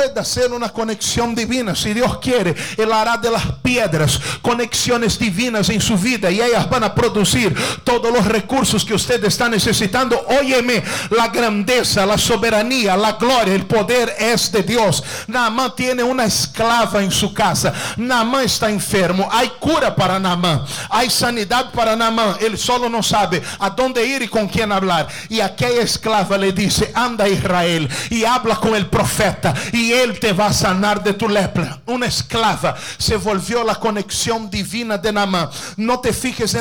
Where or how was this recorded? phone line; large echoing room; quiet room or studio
large echoing room